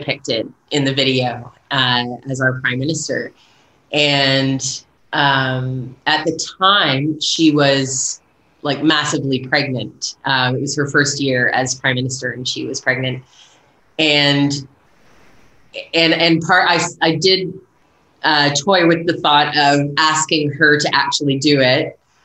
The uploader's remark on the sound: This conversation takes place over Zoom. In New Zealand, where she’s been living for nearly two decades.